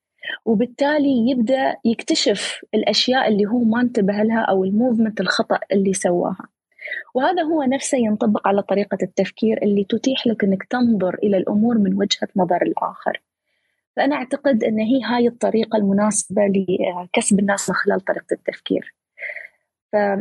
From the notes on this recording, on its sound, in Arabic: تسجيل لمساحة ابن رشد الأسبوعية على منصة تويتر